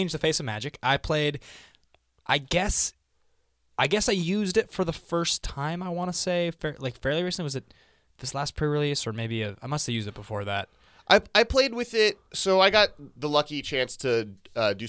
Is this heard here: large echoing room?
no